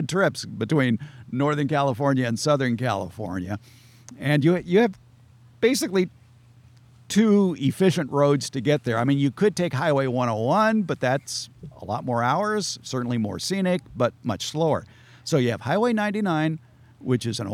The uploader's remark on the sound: This episode was recorded in person at Open Garden Day at the Fair Oaks Horticulture Center in beautiful Fair Oaks, California.